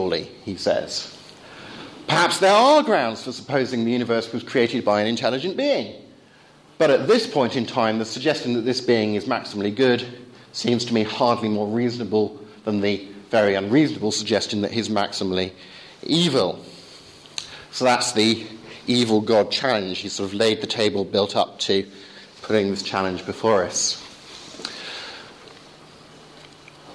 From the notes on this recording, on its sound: course at Higfield Church Southampton